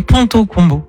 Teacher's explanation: le PLB, c'est bilabial, donc c'est-à-dire que t'as les lèvres qui se touchent. Le T, c'est dentaire, et le C, ça vient du fond de la gorge.